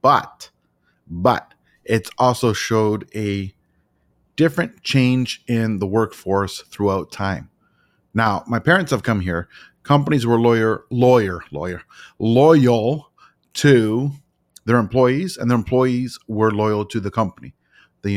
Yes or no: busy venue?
no